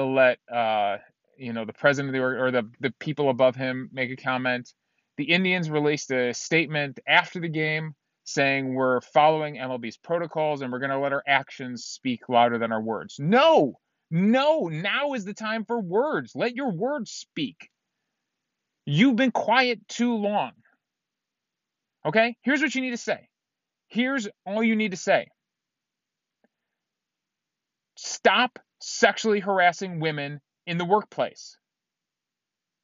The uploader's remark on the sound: recorded in my car after work